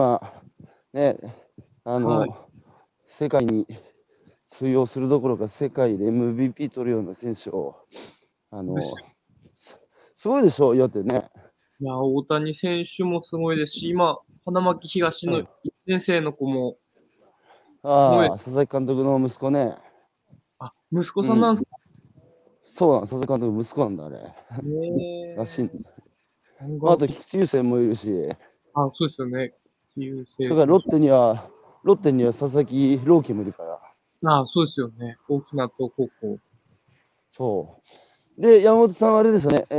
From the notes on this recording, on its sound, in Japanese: 歩きながら1時間ある、対談する